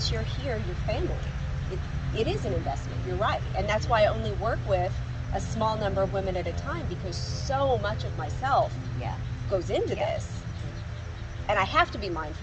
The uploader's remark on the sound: the sub-par audio in these first sessions